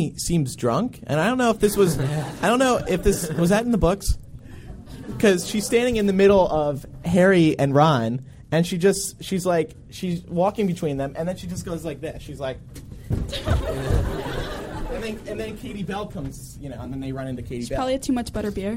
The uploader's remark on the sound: LIVE in New York City! Conducted interviews from the red carpet.